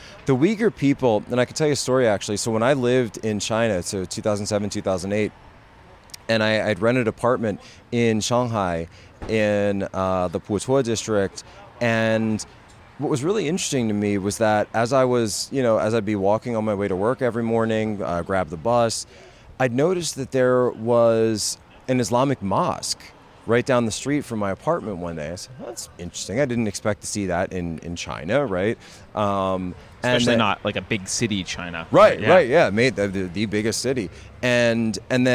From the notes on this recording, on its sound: At the Better Discourse Conference in Milwaukee